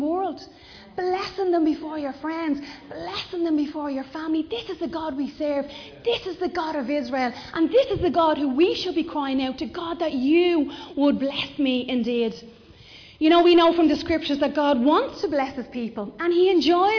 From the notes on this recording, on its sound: Recorded live in Liberty Church